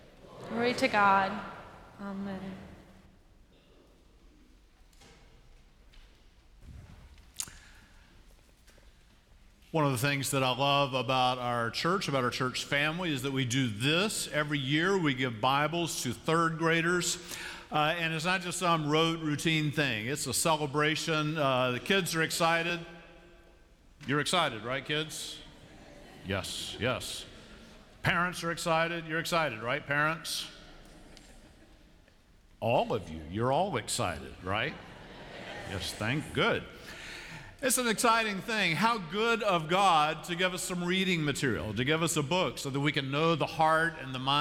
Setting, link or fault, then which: setting, large echoing room